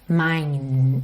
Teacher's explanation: mine, encerra o som no N, não pronuncia a letra E